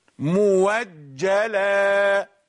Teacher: يسمع الهمزة المفتوحة بعد ضم واوا